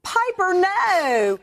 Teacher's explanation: That no draws out a one-syllable, two-letter word so that it sounds to many Americans as though it is multisyllabic and about 3 to 5 letters long.